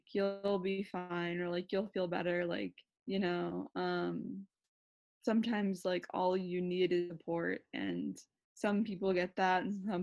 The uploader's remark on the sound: Catch up over Zoom.